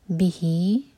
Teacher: ہی دو حرکہ مد صلہ صغرا